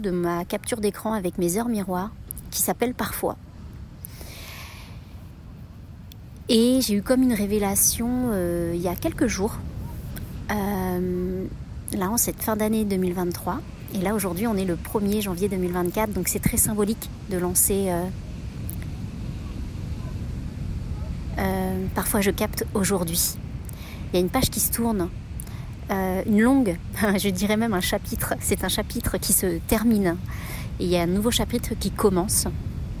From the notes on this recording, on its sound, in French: enregistré sur une plage avec le bruit des vagues en fond sonore